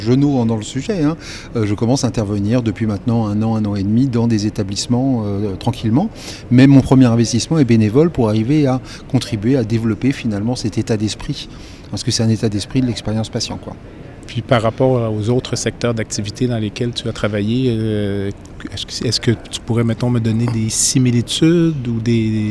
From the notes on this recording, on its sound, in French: L’entrevue a eu lieu au Centre des congrès de Montréal suite à sa conférence.